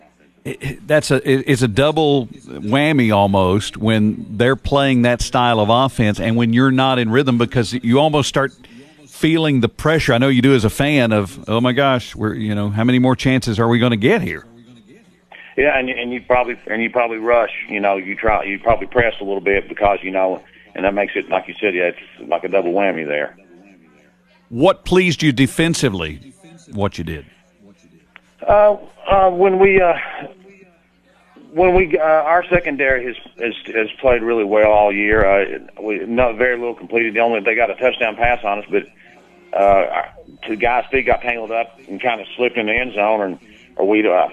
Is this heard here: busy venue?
yes